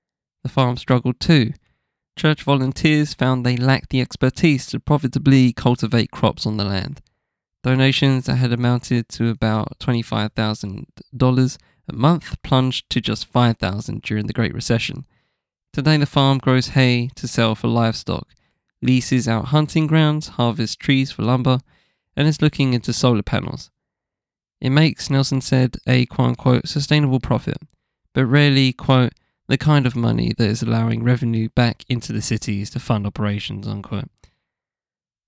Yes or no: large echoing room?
no